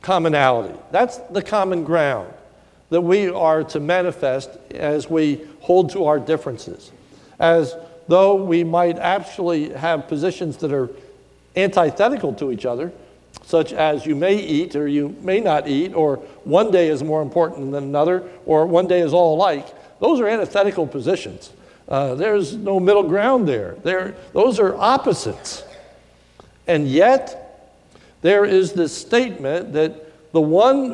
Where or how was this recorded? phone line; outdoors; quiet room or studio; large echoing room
large echoing room